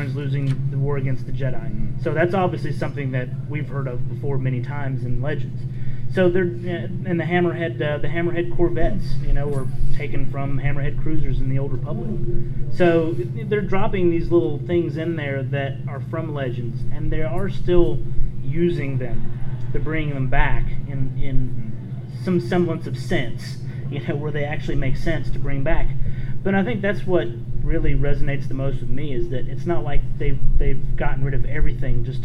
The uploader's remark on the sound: Was apart of a panel at Dragon Con on the Star Wars track. Take questions from the audience.